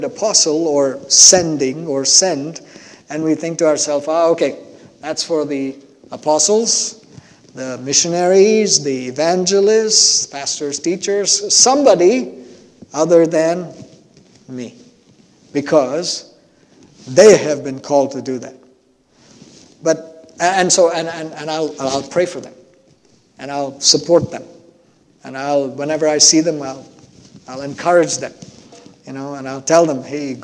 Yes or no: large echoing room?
yes